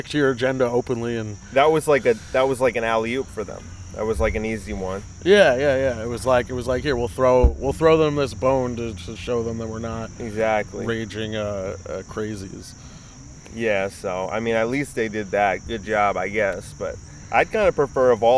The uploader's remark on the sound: This is the last episode I'm doing outside I promise. Too much ambient sound, really annoying.